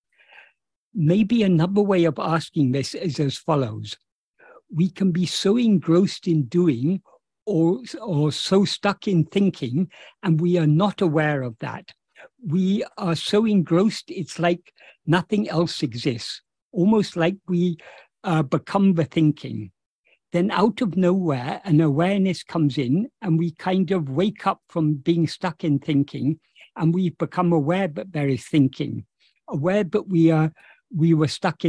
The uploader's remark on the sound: In a Zoom meeting with the Ramana Maharshi Foundation UK on 10th June 2023